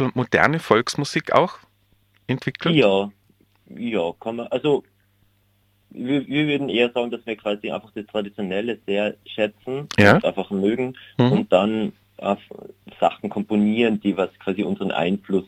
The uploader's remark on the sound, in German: Telefoninterview mit dem Künstler.